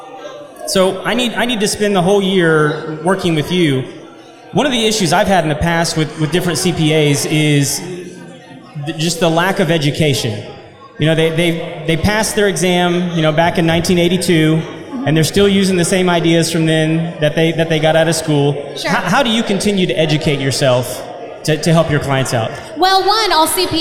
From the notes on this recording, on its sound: We interviewed for over 2 hours at the Contractors Network LIVE event in Spring TX and had an absolute blast.